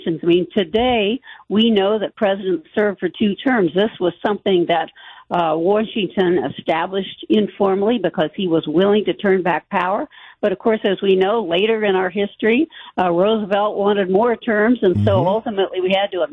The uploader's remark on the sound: On the phone